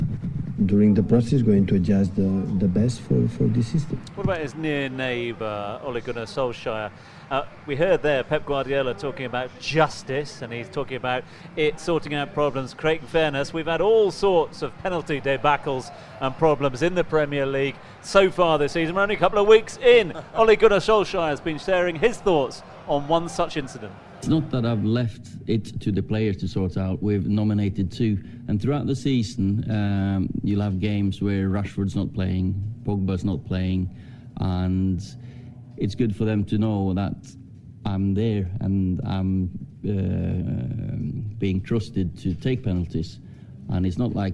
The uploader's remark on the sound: From our original home, Barasti